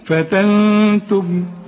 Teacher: النون بدون تشكيل بعدها التاء، التاء من حروف الإخفاء اوعى تنسى الغنة